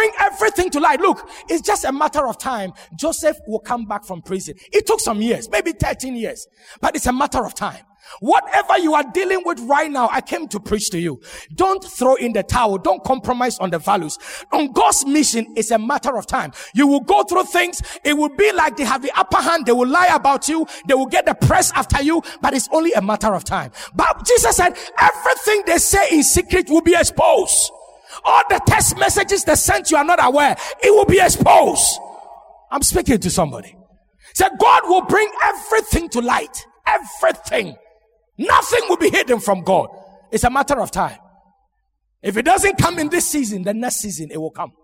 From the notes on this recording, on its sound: Sermon preached at Shiashie Campus.